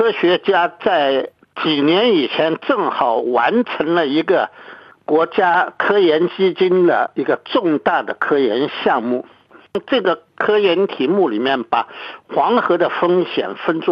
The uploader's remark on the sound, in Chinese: 电话采访